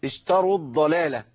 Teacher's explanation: ولا أقول اشتروا الضلالة، كده عملتها واو مادية وسقطت مني لأنها الواو المادية تسقط عند التقائها بساكن في كلمتين